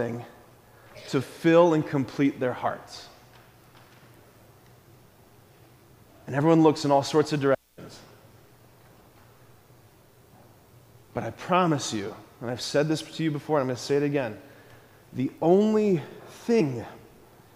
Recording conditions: large echoing room